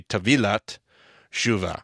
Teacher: you put your emphasis on the V and not the T, because I always go Tavilah. · you take the T of the Shuvah, and you bring it over into the Tavilah, and you put your emphasis on the V and not the T